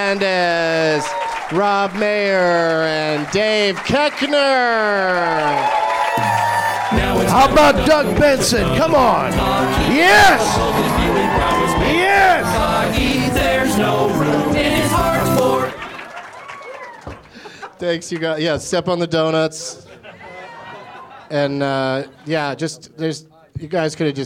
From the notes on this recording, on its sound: Live from the Improv in Orlando